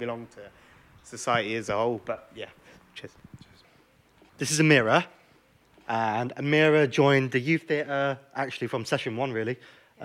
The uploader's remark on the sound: This is a live recording of a community conversation held at The GAP at the begining of October 2022. For this event we invited members of our communities, and participants on the programme, to gather together.